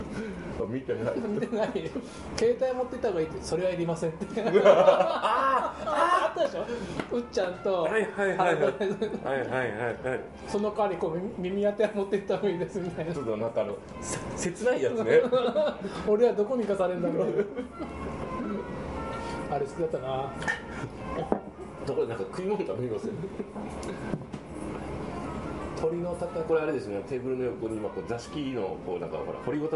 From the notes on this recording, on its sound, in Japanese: ご近所の居酒屋「癒」でのゲリラ収録です